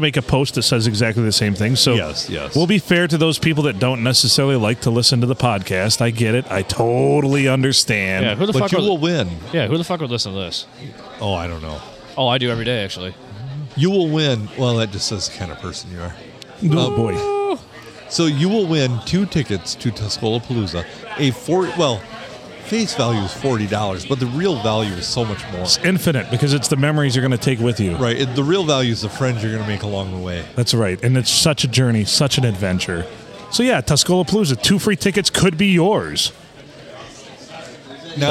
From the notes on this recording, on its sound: Recorded on a Sunday and the world famous Blue Water Sports bar in Port Sanilac, Michigan.